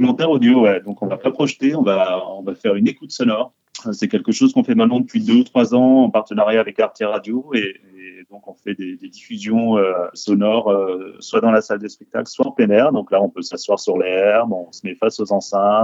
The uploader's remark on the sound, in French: Nous avons pu discuter par téléphone et au micro de Timbre FM.